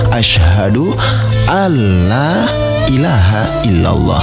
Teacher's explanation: Idgham bila guna itu dibaca langsung, tidak perlu didengungkan, sehingga bacanya adalah asyhadu alla ilaha illallah.